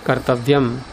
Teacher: उसके बाद अनुदात्तम पद में एक वर्जम, तो क और व्य ये दोनों हो गए अनुदात्त, उदात्तात अनुदात्तस्य स्वरितः, व्य हो गया स्वरित